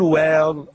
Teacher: وضعت ألف ما بين الواو واللام